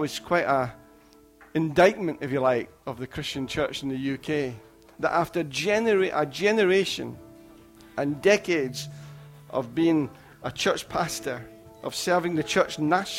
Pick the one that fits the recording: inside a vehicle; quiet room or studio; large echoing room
large echoing room